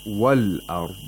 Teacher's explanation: the lam sakina is pronounced because there is a moon letter after the lam sakina